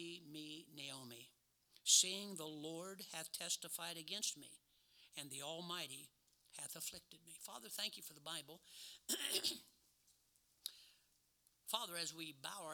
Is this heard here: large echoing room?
yes